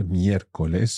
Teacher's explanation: our accent sits on that first E in the word, miércoles · Term: esdrújula